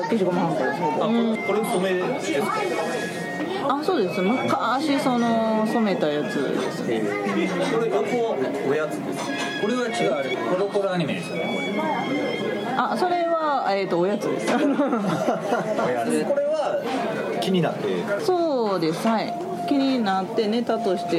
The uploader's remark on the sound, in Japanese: かつ吉ランチ。店内BGMなどのノイズがガッツリです。お聞き苦しいかもしれませんがご容赦下さい。